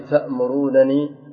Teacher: بإثبات النونين غير مدغمة